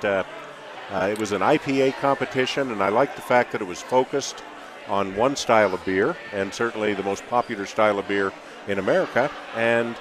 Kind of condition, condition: setting, busy venue